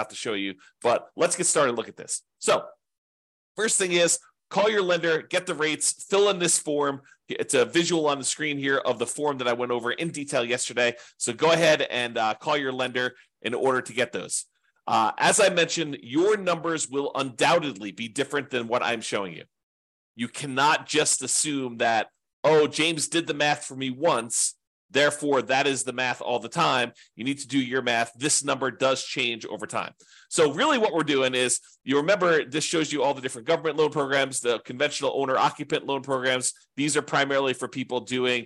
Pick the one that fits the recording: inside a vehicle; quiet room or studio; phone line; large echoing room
quiet room or studio